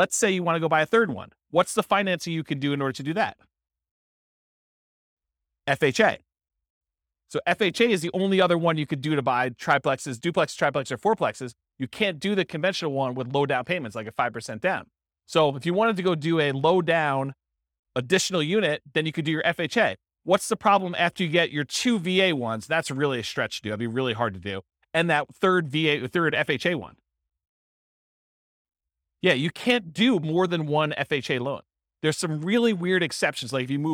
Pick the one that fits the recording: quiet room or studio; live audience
live audience